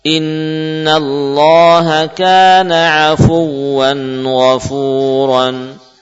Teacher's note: Dengan memberikan nabr. Naiknya suara afuwan